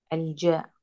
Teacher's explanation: مخرج الجيم حكينا وسط اللسان وسط اللسان مع ما يحاذيه من الحنك الاعلى